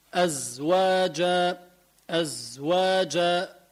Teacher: زاي من حروف الجهر، أزواج ما في نفس بيطلع معه